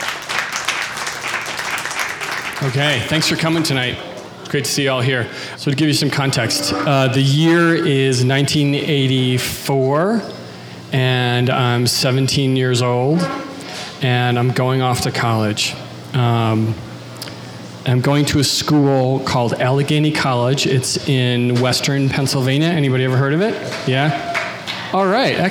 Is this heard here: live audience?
yes